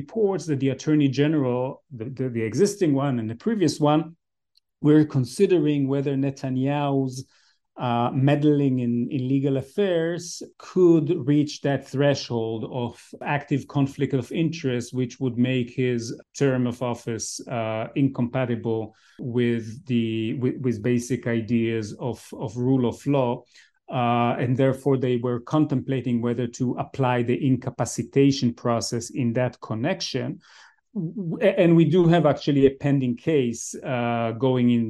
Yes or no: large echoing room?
no